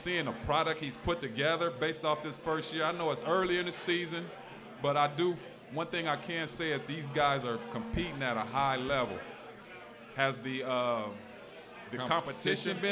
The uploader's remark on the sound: Live at Mio‘s